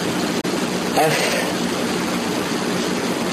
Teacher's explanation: طبعا الفاء حرف مرقق في همس في رخاء. لو انا ولا بنطق الفاء حطيت ايدي قريب من بوقي هسمع احس بالهواء.